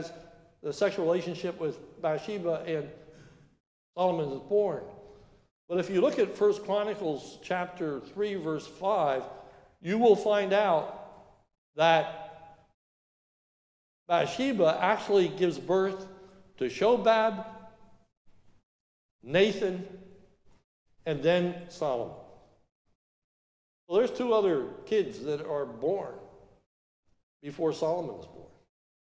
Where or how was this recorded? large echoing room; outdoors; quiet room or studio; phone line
large echoing room